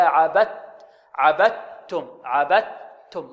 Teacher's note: البعض يأتي في الحرف الأول يأتي به يأتي بالدال فيها الجهر، فيها صفة الجهر أو فيها شيء من الدال، يقول عبدتم، وهذا خطأ. بل لابد أن نأتي بها تاء خالصة ليس فيها رائحة الدال. هكذا عبدت عبدتم عبدتم، واضح إن شاء الله.